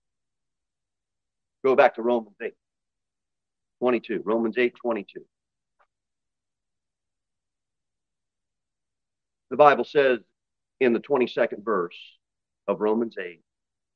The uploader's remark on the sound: Sermon delivered at Pilgrim Baptist Church on Sunday, June 18, 2023, at 2:15 pm.